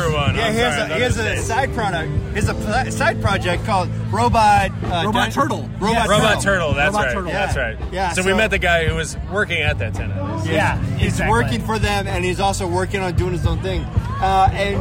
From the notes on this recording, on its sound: record live at Hendricks County’s 3rd annual Hoppy Halloween beer festival